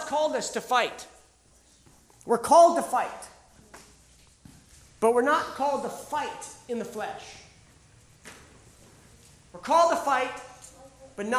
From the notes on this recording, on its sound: The Warrior (Live Sessions from Camp R.A.W.) This was originally recorded live at The School of Warrior Arts annual Camp R.A.W.